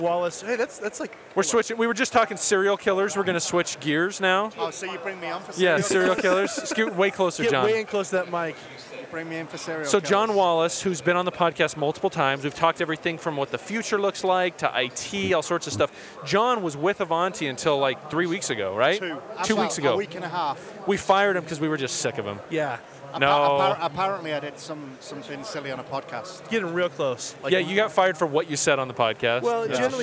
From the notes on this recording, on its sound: We're here at our second Silicon Slopes event